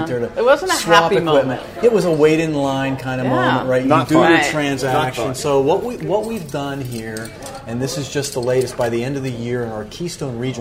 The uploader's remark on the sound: a dedicated show recorded at the Xfinity store in East Liberty